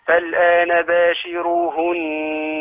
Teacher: ما ترققش راء لأن ورش هو اللي بيرققها بس فخم الراء شوية كمان